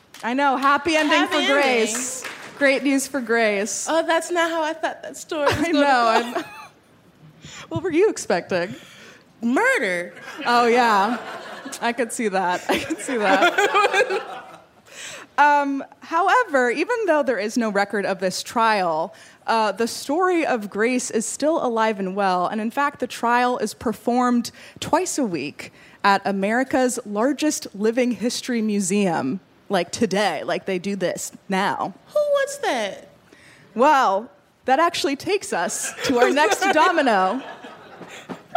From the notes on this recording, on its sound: In our very first LIVE show